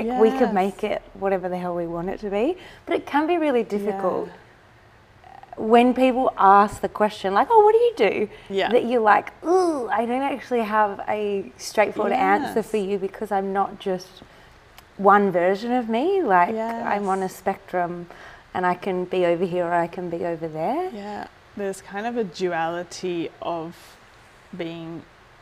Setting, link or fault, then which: fault, sounds in the background